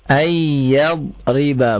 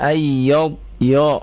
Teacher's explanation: sehingga mentafkhimkan huruf ya ya karena berdekatan dengan huruf tafkhim yaitu huruf dod · Shown in: second take